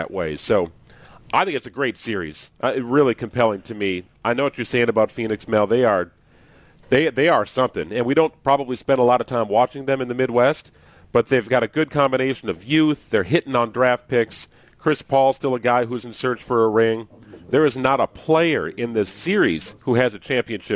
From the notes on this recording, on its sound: LIVE from the NBA Finals in Phoenix, AZ.